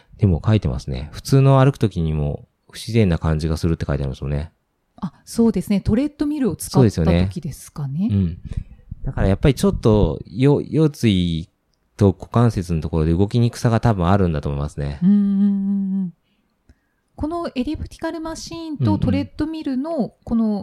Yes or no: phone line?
no